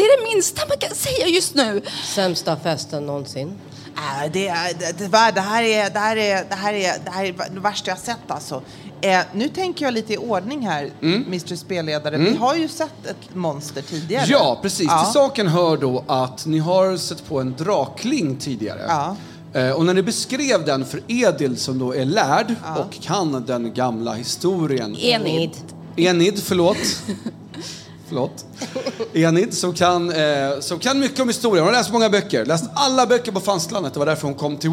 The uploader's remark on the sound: Live at Spelkongress 23